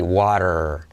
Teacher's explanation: Puedes decir water, pero la T como R suave quedará así, water.